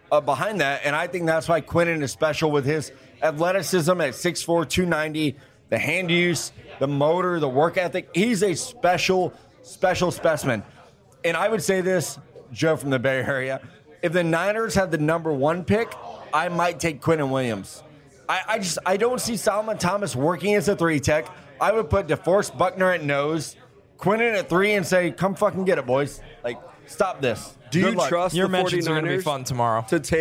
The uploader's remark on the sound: The crew is in Mobile, AL! Our first Senior Bowl show comes live from Draft Picks Taproom, in the heart of the action. Answer the crowd's #DraftOnDraft question.